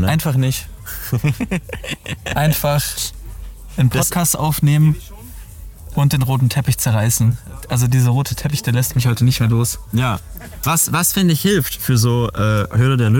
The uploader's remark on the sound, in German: Live beim Gallery Weekend